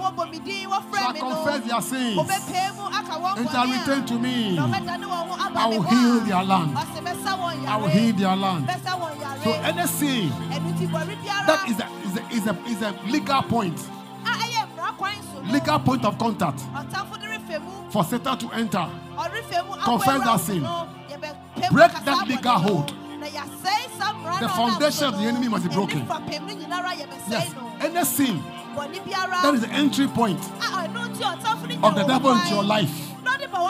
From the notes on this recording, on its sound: Preached at LCC Goshen